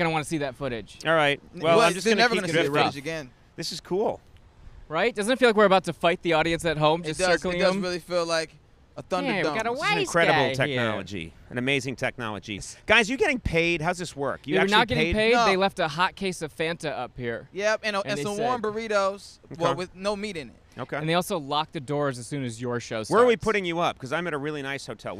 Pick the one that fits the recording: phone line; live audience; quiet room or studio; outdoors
outdoors